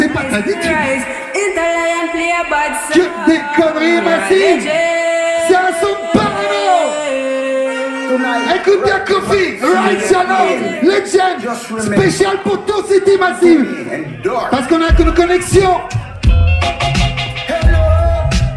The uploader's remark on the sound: Tours City Soundclash #2. (With crowd vibes). You were perfect and we can definitly says that TOURS CITY have the best soundclash crowd in France !! High quality settings, from the venue to the sound system !!!